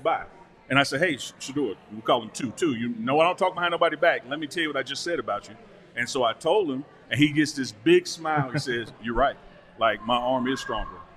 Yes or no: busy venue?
yes